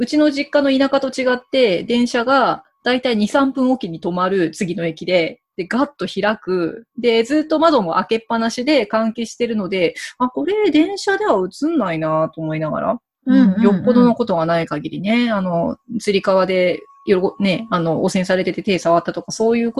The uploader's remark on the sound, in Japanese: 今回は、Zoomでお茶会！